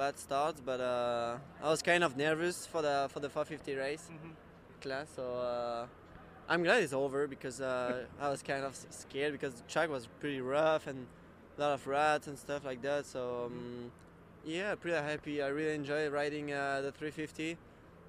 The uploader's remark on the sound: St.Louis 2012 Post-race Interviews.